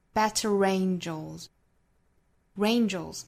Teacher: 这个 better 和 angels 做连读 better angels 带出一个小 r 音